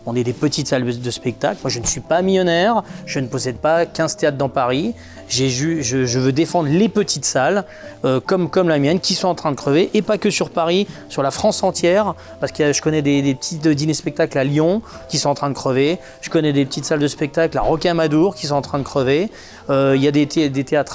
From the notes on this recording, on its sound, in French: Émission enregistrée au restaurant Chez Françoise Aérogare des invalides Paris.